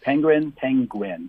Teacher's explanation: The first syllable gets the stress.